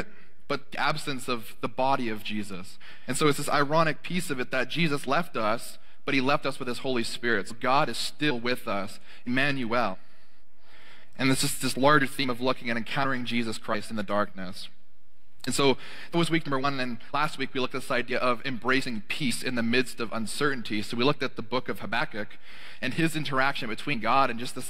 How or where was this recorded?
large echoing room